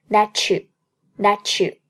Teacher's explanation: that you you're living anotherway，因为你换了另外一种全新的方式开始生活。这句中，you're happy that you're living anotherway，that 和 you 连在一起，可以把 that 结尾的 t 和 U 开头的一连成一个 Ch 的音